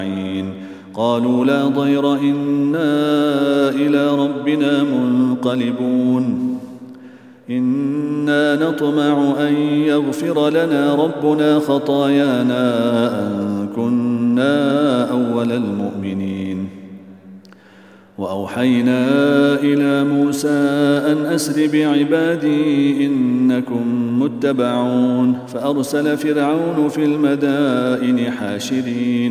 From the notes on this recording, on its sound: at the Houghton Masjid (West Street)